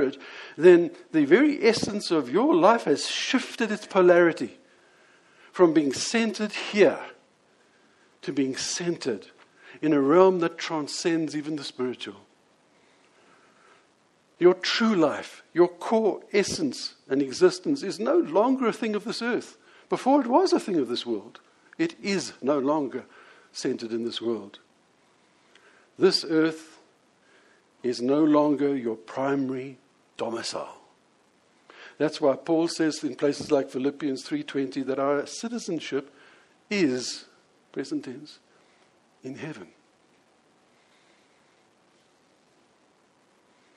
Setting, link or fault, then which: setting, large echoing room